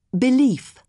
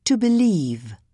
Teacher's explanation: the nouns end in an unvoiced sound. S, f, th. And the verbs end in a voiced sound. Z, v, th.